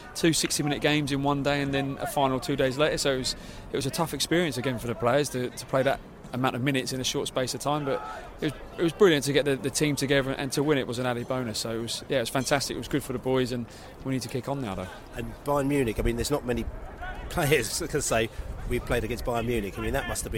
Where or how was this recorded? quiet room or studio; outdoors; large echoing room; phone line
outdoors